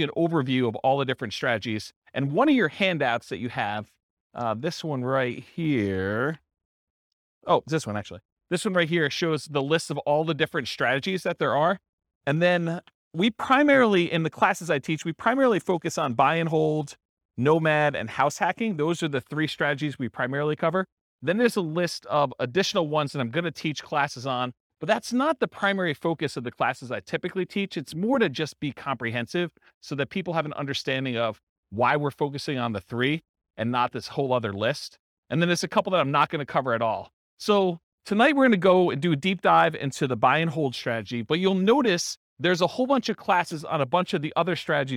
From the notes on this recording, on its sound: This was a live class recorded